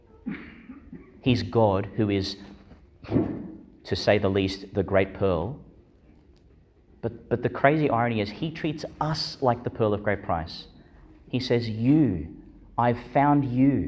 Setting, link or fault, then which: setting, large echoing room